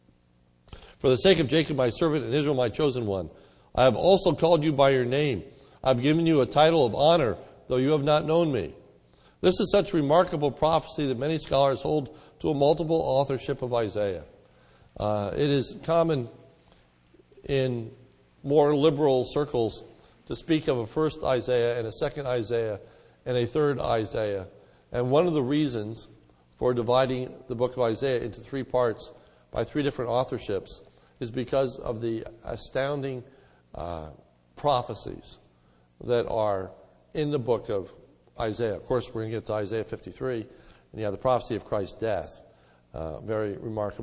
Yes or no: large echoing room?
yes